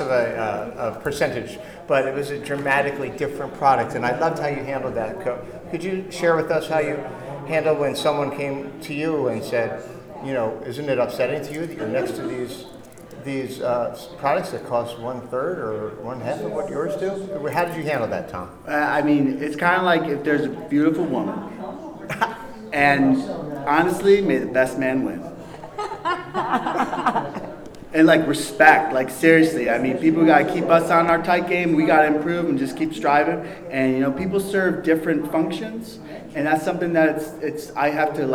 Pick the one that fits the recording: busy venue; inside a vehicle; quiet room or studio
busy venue